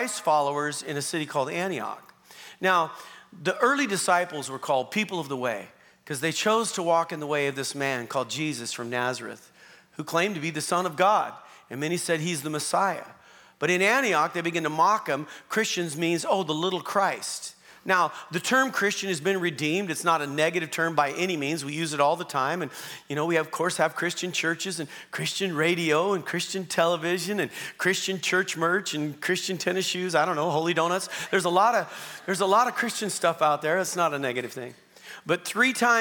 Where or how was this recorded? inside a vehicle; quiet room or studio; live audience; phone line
live audience